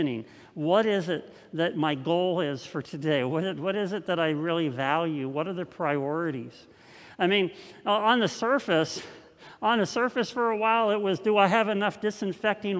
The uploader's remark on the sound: This message was first preached on November 8th 2020 at Linglestown Life Church in Harrisburg PA.